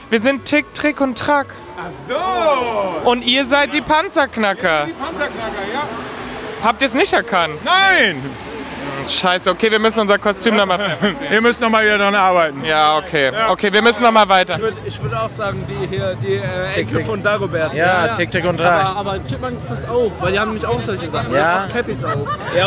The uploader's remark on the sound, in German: Live von den Straßen des Kölner Karnevals